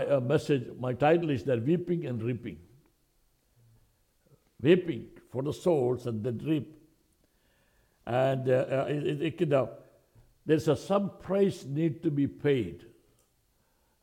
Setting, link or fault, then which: setting, large echoing room